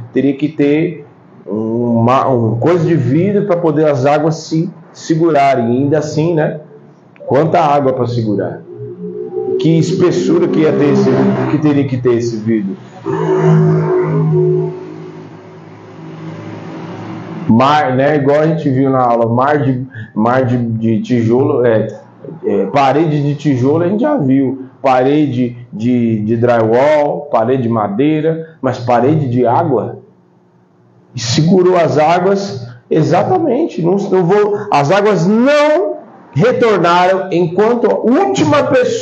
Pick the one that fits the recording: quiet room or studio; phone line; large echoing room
large echoing room